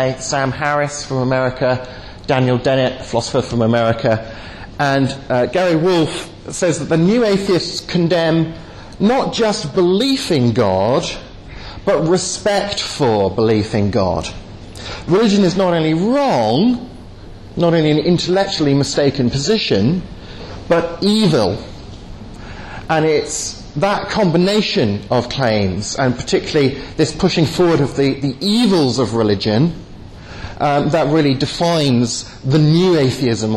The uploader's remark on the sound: delivered at the European Leadership Forum in Eger, Hungary.